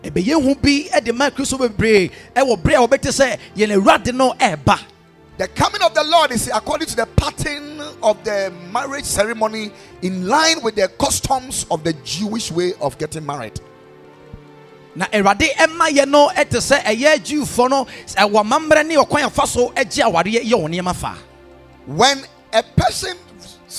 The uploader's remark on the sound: Preached at Ekklesia Chapel